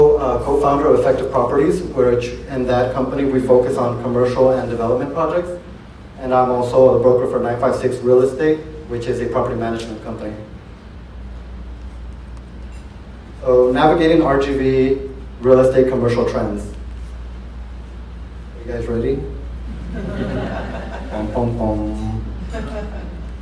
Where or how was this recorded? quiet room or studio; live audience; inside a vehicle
live audience